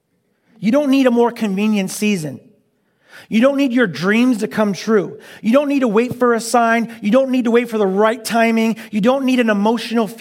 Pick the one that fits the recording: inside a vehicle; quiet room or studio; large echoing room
large echoing room